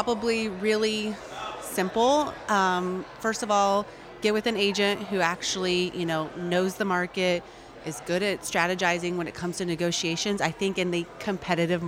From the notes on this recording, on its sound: Took the show on the road to the Missouri Realtors Spring Business Conference.